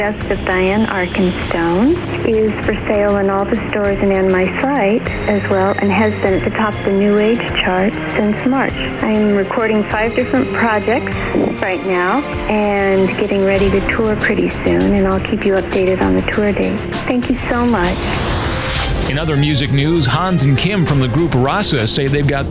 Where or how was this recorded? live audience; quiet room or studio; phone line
phone line